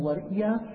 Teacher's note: بإبدال الهمزة ياء وإدغامها في الياء بعدها